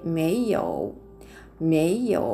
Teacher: MEI というふうに発音記号になってまして第2声下から上にずり上がる音になります